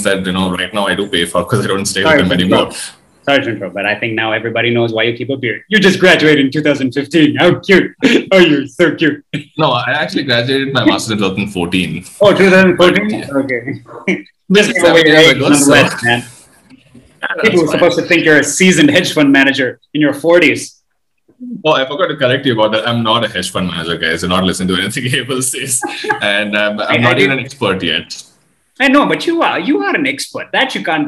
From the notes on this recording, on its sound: This conversation took place on Zoom.